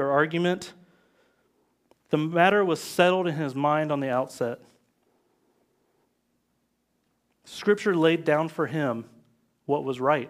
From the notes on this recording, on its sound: live from Covenant Church!